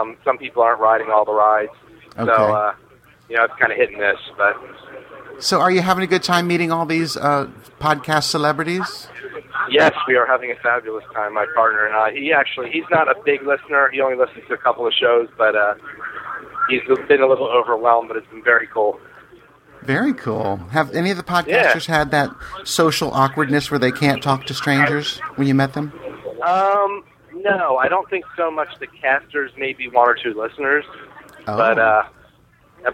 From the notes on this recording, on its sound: LIVE From Gay Days! Listen in as I chat with many of the podcasters at Gay Days at Disney!